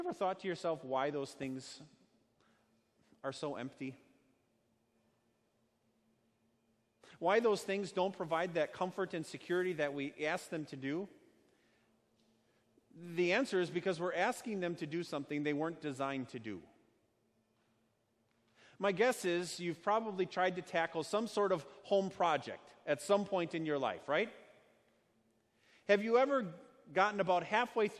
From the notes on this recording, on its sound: Sermon preached at Our Savior Lutheran Church in Birmingham, AL, on Sunday, July 28, 2019.